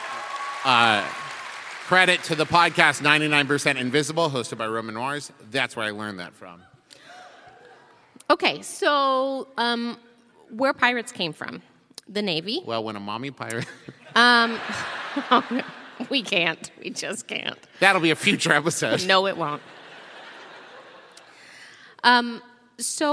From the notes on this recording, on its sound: This episode was recorded LIVE at our Orlando show.